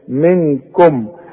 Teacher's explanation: الميم دي ساكنة ضم فيها شفايفك وما تغنهاش